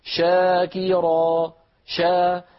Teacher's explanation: لكن لما أقول شاكيرا شا، الفم نطق الشين ومباشرة انتقل إلى الحرف الذي بعدها، فالشين في شاكرا فيها رخاوة وفيها همس وفيها تفشي، لكنه سريع، السبب أن الحرف متحرك.